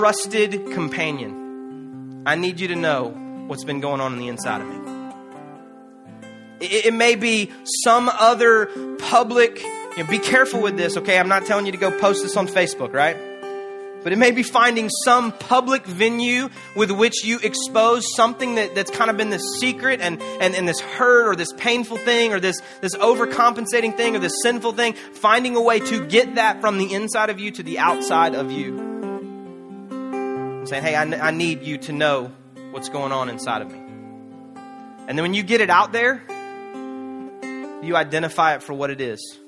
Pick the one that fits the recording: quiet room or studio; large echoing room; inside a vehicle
large echoing room